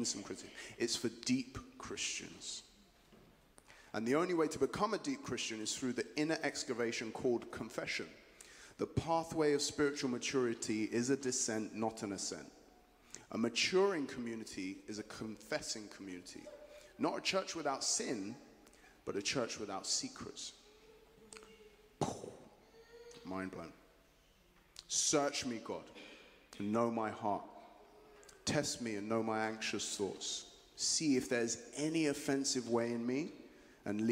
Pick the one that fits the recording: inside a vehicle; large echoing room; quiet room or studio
large echoing room